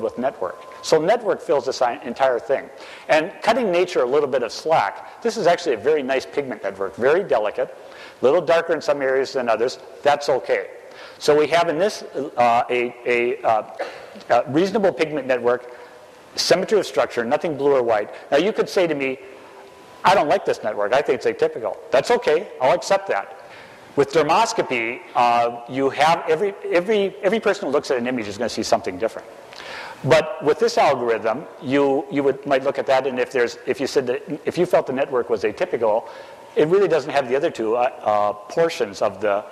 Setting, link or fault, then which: setting, live audience